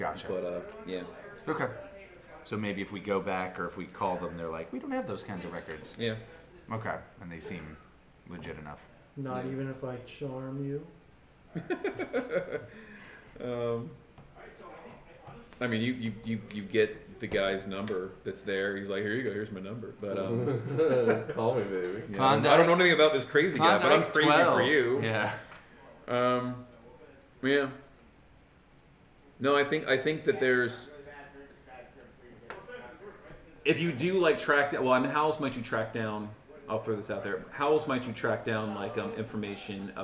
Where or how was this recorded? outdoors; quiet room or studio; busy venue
busy venue